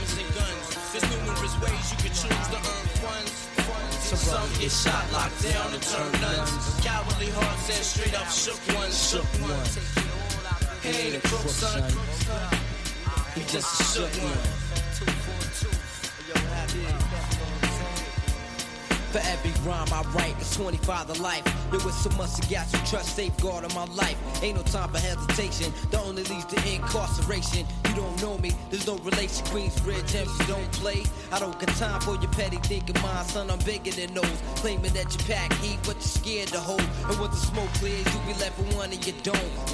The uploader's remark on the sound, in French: L'équipe de Radio Campus 47 s'est rendue au festival URBANCE fin octobre à Marmande pour interviewer différents artistes(graff, rap, beatbox).